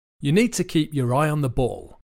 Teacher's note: the preposition on is a weak form, so we just use the schwa and on becomes un.